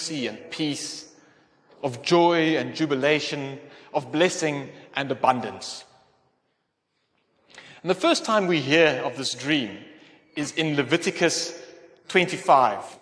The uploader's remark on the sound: Sermon delivered in Athlone at the Calvyn Protestant Church during a combined service on 22 October 2023.